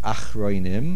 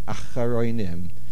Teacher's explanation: The word is not acharoinim. It has a din of a shvano and a patach helper. So you have a bit of a patach somewhere in between. · Shown in: second take